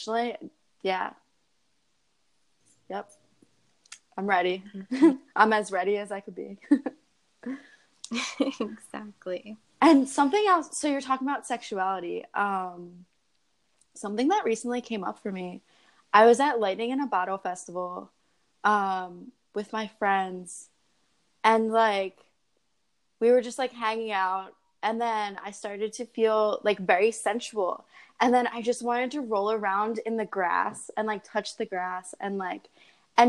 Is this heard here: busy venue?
no